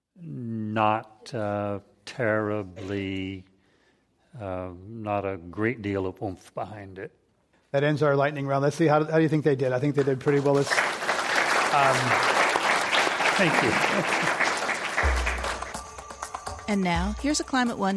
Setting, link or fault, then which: setting, live audience